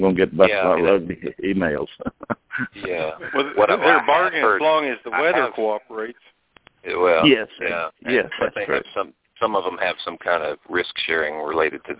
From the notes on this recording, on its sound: Monthly Conference Call.